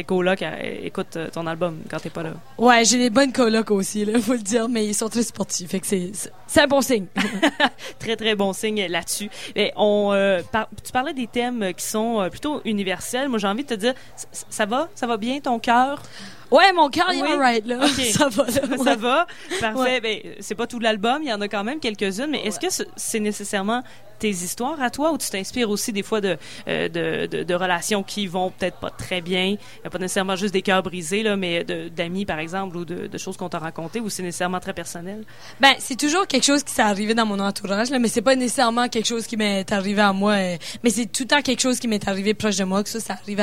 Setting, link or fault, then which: setting, busy venue